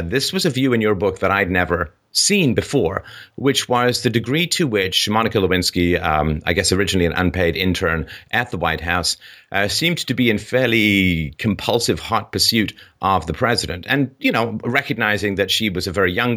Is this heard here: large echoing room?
no